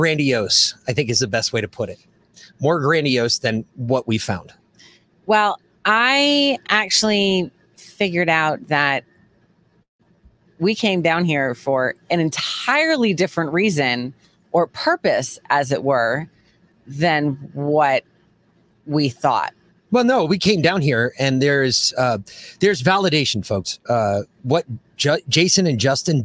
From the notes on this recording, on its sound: We were live at the Arizona Border.